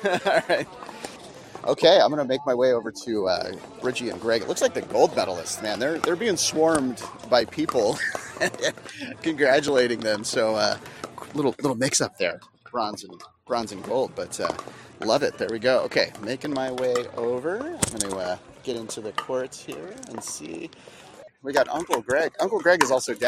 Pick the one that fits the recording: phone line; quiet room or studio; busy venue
busy venue